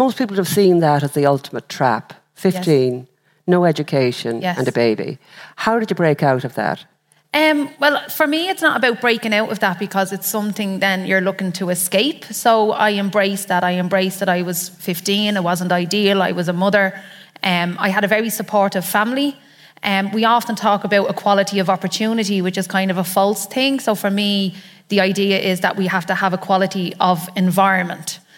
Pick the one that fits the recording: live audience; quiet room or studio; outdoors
live audience